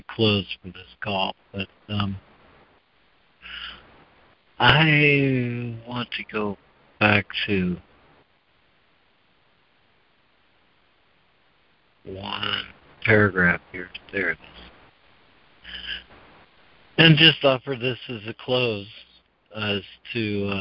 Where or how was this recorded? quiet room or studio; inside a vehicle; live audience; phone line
phone line